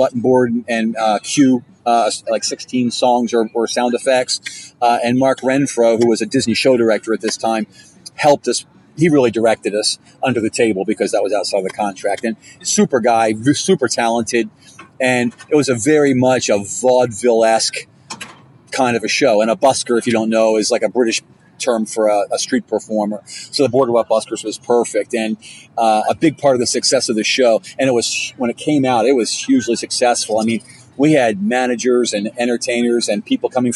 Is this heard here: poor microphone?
no